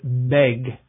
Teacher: If the sound before the ED is voiced in words such as beg, put your fingers to your throat and say the word beg, you'll hear the g sound vibrating or moving in your throat